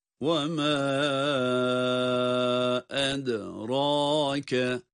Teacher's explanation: Ed, dal, ince bir harf ve kalkale ile okuyoruz. Kalkale sıfatı da var.